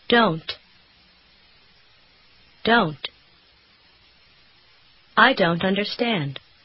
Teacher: Заметьте, что звук «т» в конце слова почти исчезает.